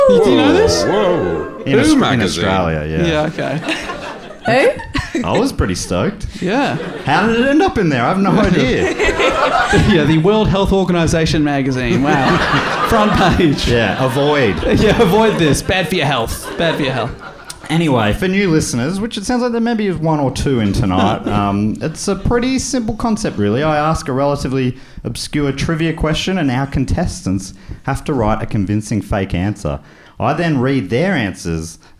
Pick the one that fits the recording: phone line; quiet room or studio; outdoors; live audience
live audience